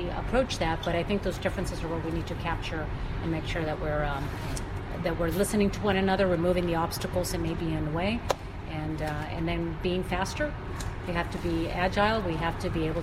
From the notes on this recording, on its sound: live from the NAVFAC EURAFSWA-SAME Government-Industry Engagement Forum in Naples, Italy